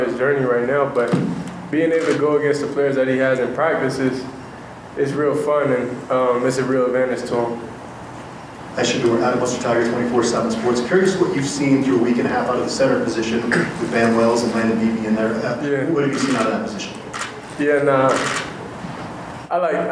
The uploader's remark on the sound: CU Fall Sports Media Day Press Conferences